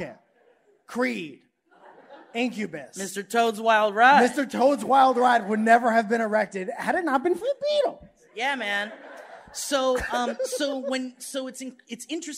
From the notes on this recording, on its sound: LIVE! From The Crystal Ballroom in Boston! To perform LIVE in Boston Massachusetts, at the Crystal Ballroom!